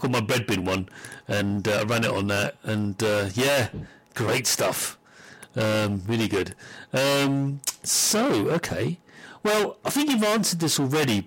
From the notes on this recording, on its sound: Due to an audio fault this episode has a significant amount of distortion. Attempts have been made to repair it to no avail, listen with caution.